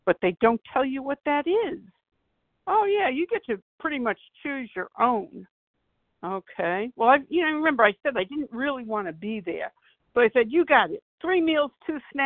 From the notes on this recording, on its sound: 100 Pounders Phone Meeting, 4/13/23